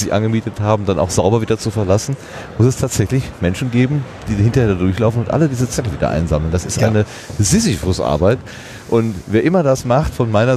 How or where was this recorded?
busy venue